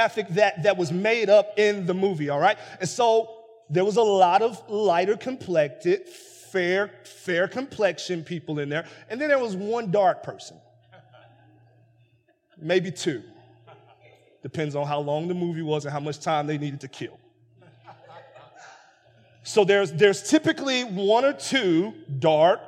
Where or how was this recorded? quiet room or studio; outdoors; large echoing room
large echoing room